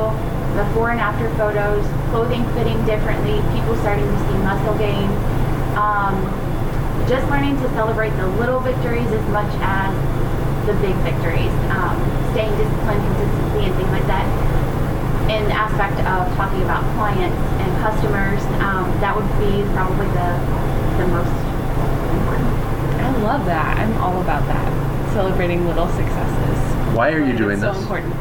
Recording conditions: background noise